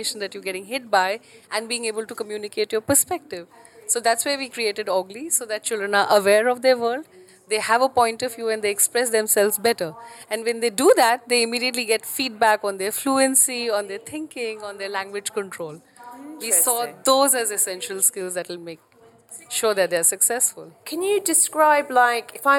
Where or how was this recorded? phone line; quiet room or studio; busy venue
busy venue